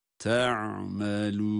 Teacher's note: meddi arız olması itibariyle de dört elif miktarı kadar uzatıyoruz. Ama sondaki nun harfinin gunnesini mutlaka belirtmemiz lazım.